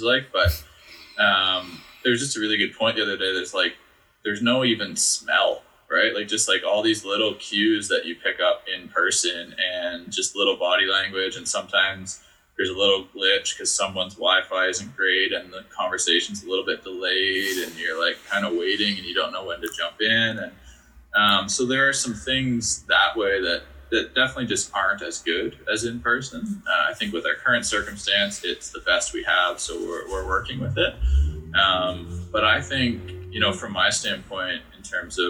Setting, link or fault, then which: fault, poor sound quality